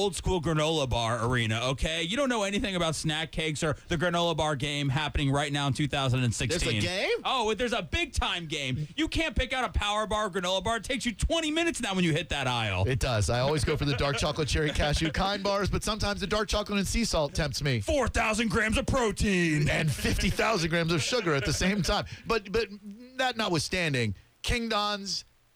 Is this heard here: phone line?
yes